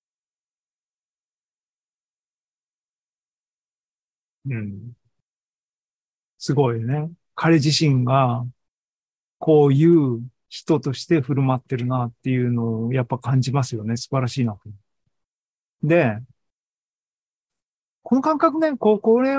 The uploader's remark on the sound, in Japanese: ２０２３年８月２６日に開催した ZOOMライブの模様です